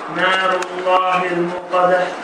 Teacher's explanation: Ve neye göre burada Nârillâh yok, Nârullâh kalın formda okumalıdır.